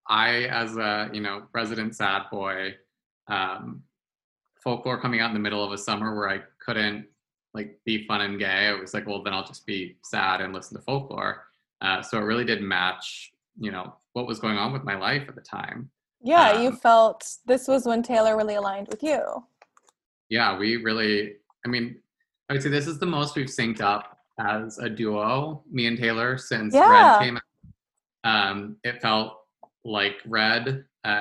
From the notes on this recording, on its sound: hopped on a zoom